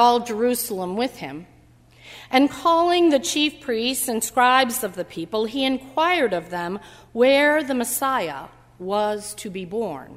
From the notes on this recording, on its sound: during the Heritage service on Sunday, January 3, 2016, at First Presbyterian Church of Arlington Heights, Illinois